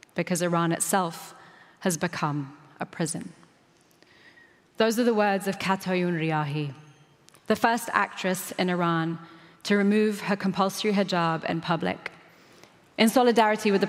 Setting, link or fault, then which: setting, busy venue